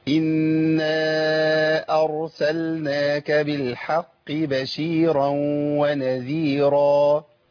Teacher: نسكن بقى الراء ونرقق الحاء